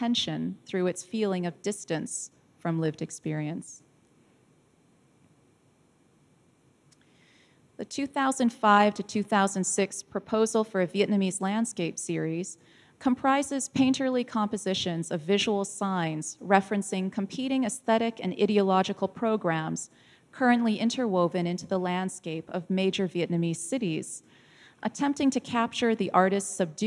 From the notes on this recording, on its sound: This talk was recorded live in August 2017 at National Gallery Singapore